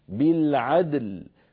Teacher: البينية، بالعدل دون أن تميل الدال إلى شيء من الكسر عفوا، فتبقى الدال ساكنة واللام كذلك ساكنة